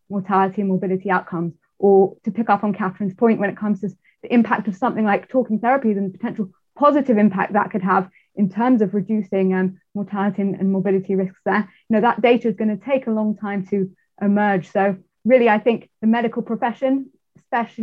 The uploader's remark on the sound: a recording of the webinar held by the Institute and Faculty of Actuaries